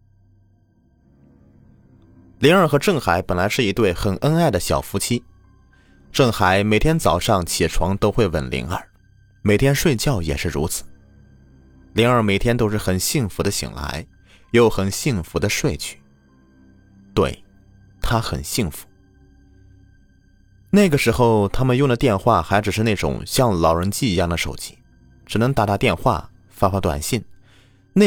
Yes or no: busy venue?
no